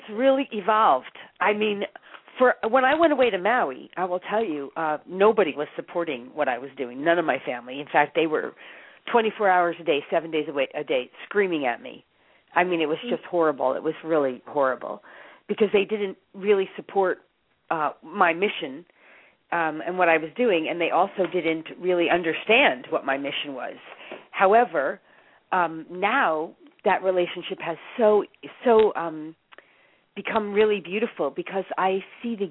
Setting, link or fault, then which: link, phone line